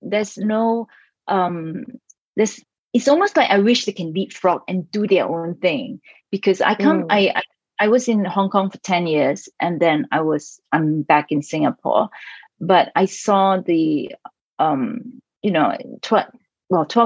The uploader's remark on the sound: Recorded LIVE on July 28th, Zoom, 1pm CET